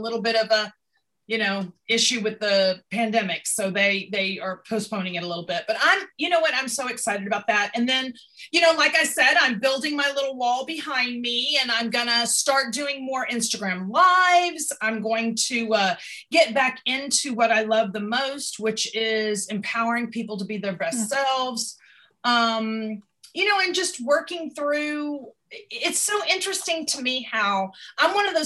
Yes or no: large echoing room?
no